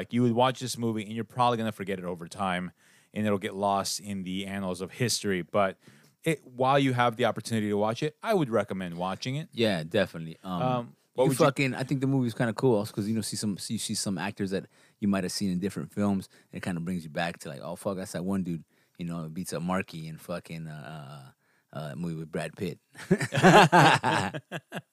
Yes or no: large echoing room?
no